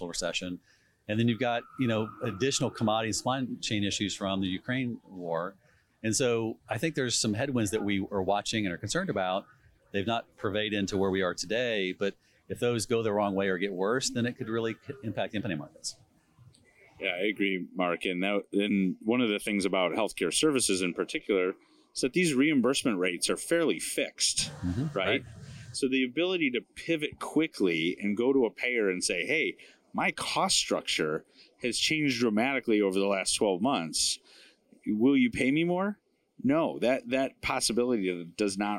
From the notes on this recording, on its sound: Live at HPE Miami. Live at McDermott’s annual Health Private Equity event in Miami.